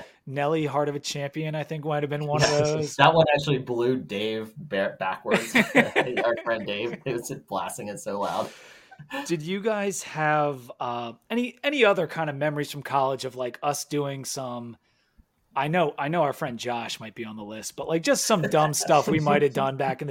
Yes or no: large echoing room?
no